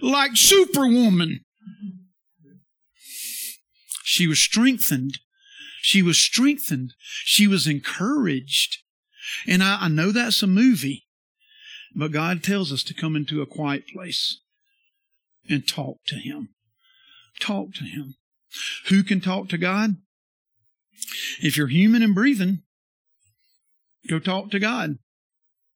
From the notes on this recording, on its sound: This sermon is from our Sunday worship service.